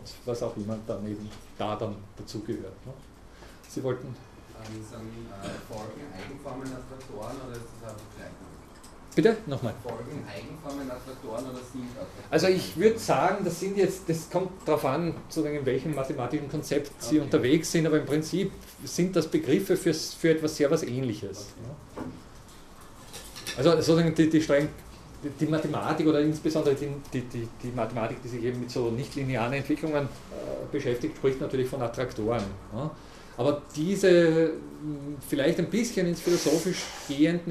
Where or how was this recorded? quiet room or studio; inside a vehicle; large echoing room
large echoing room